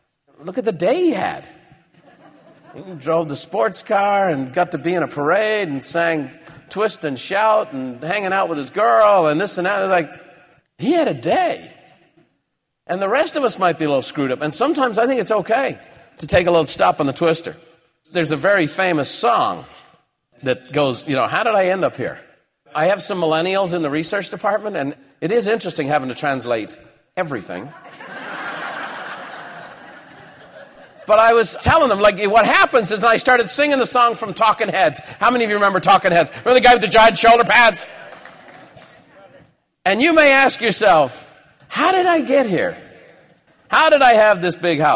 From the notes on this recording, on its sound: recorded at Buffini & Company’s The Peak Experience seminar